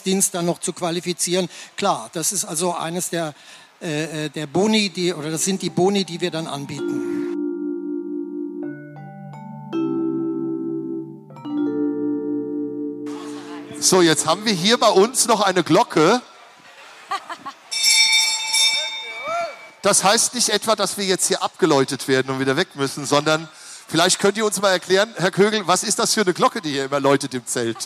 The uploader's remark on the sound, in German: Live auf der Hessentagsbühne im Bundeswehrzelt